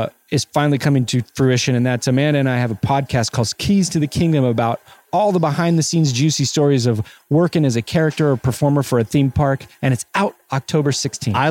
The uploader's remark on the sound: Walk a local mall. THE SHOPS AT MONTEBELLO.